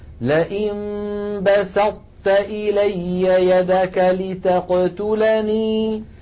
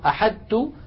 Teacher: إذن هكذا لاحظنا يا إخوة أن الإدغام الناقص في الطاء التي بعدها تاء يكون بأن نطبق المخرج على طاء ثم نفتح على تاء · Shown in: first take